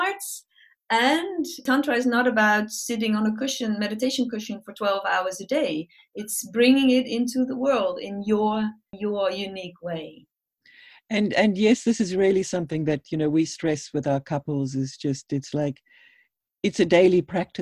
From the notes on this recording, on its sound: This episode is a recording of a webinar